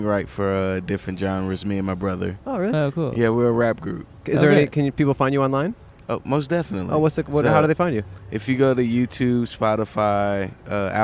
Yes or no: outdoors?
yes